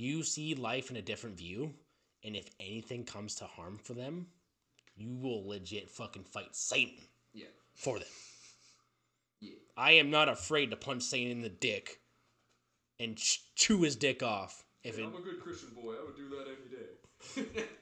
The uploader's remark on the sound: My apologies if I sound like a robot, still working out some kinks.